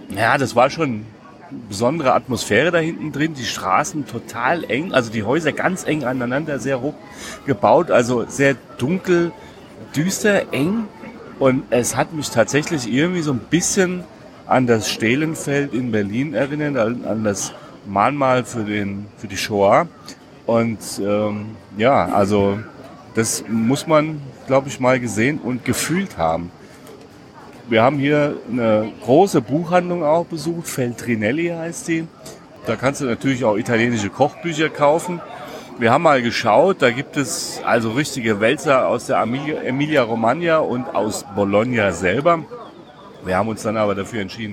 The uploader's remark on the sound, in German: Wir sind wieder live mit dir unterwegs in der Hauptstadt der Region Emilia-Romagna und quatschen unsere Tipps für dich direkt vor Ort ins Mikro!